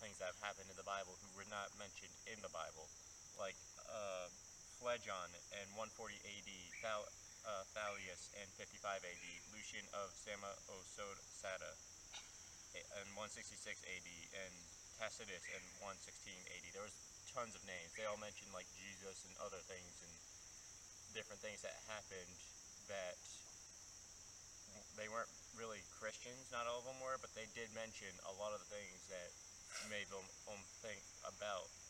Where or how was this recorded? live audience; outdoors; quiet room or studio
outdoors